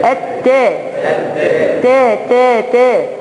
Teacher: التا من طرف اللسان مع الثناء العليا